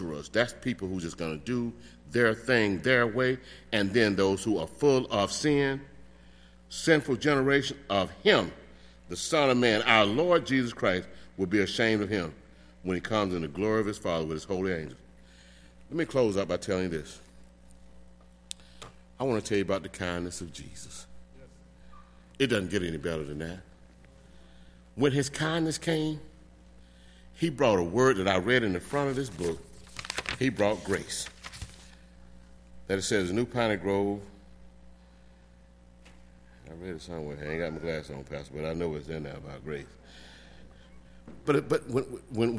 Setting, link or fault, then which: setting, large echoing room